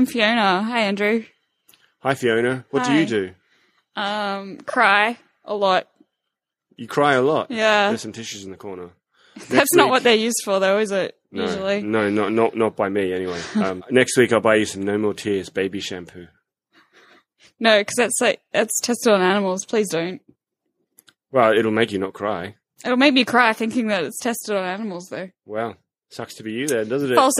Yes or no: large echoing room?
no